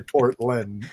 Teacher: I would say Portland myself. I put the emphasis on the first syllable.